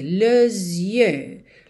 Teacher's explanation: junta nesse S com som de Z